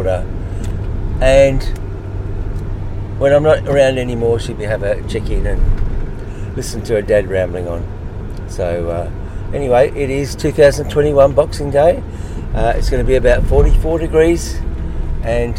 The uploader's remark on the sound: This audio is all recorded in my 2004 VW T5 Transporter Van.